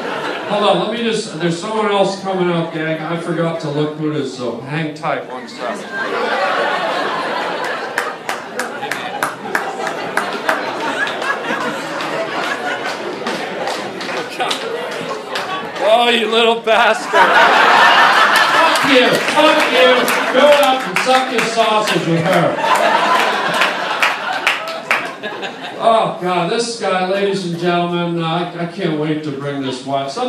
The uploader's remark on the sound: a live stand up performance at the world famous Comedy Store on the Sunset Strip